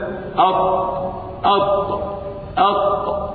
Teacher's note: الطاء مجهور ينحبس النفس أط أط أط عند النطق بها، فالتاء مهموسة والطاء مجهور.